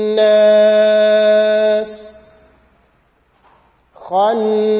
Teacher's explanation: So it shouldn't be completely hidden. The sound of sin must appear at the end. Not too much by pulling, but slight.